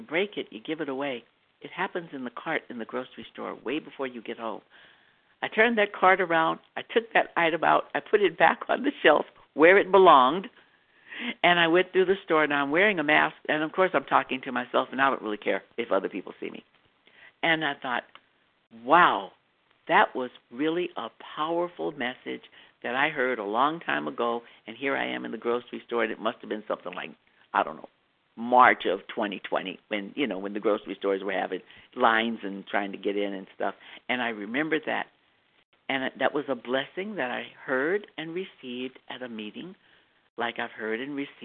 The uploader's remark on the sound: From the 100 Pounders Phone Meeting.